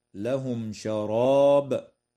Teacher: تظهر الميم عند الشين في قوله تعالى لهم شراب